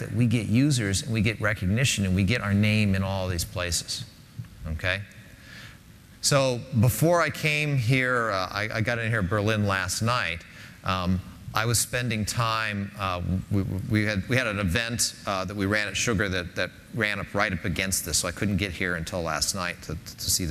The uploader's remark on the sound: Linuxtag10. In this keynote presentation.